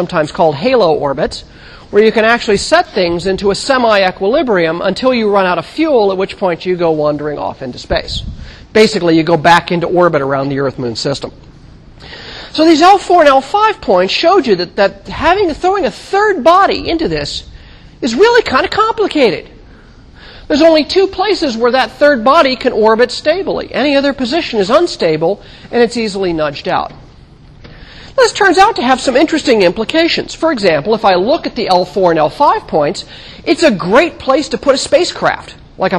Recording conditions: large echoing room